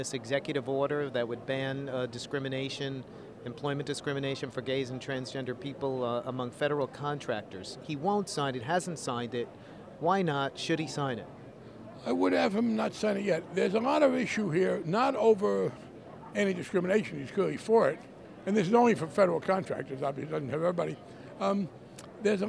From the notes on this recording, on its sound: From the Netroots Nation Conference in San Jose.